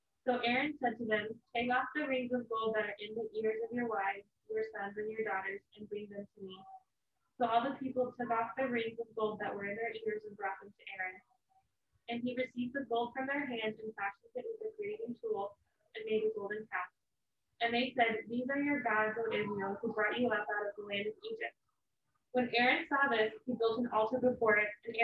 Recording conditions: poor sound quality